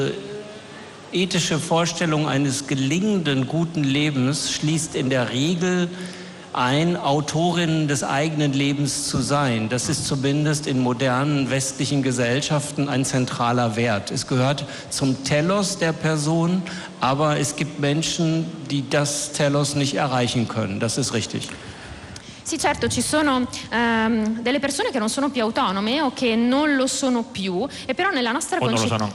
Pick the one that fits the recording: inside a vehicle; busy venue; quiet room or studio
busy venue